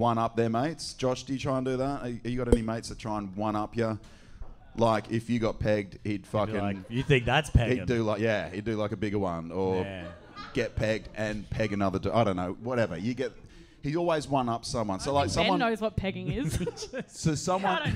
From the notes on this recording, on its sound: This week's ep is from our Live Show back in December! There is some very crook crowd work.